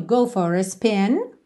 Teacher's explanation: Esse finalzinho que é menos percussivo, fica mais ligadinho, go for a spin, mas não precisa correr, não tem que se embolar aí.